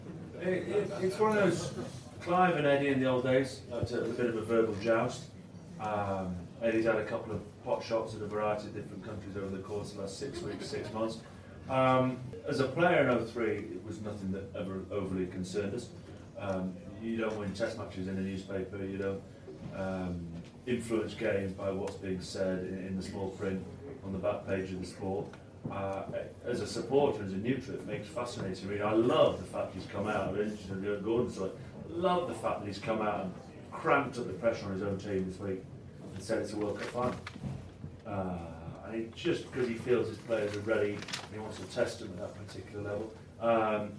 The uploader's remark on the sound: LIVE Bitter Rivals. In front of a live audience of 100+.